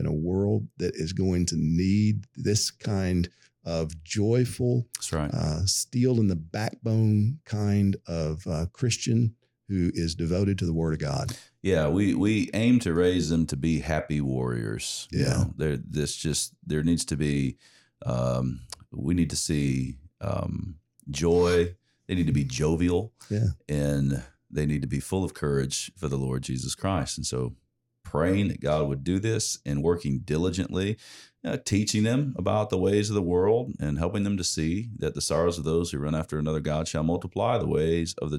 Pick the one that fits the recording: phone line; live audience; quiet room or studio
quiet room or studio